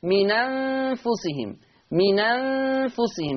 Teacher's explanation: هحرك النون بحركة الهمزة، فتصير نون مفتوحة · Term: النقل